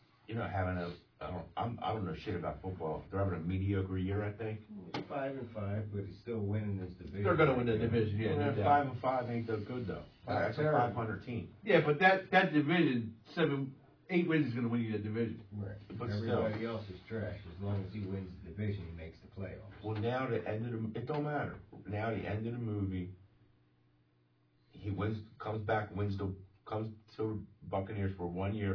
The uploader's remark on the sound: The audio is a little low on this one.